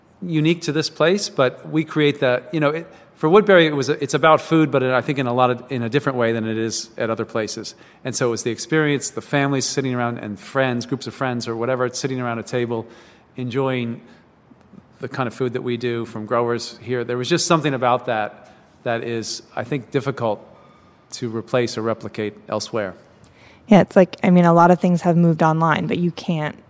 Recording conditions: busy venue